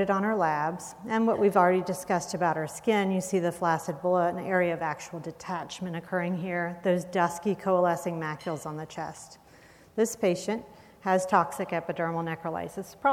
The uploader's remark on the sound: Recorded at the 2013 SDPA Fall Conference in Atlanta.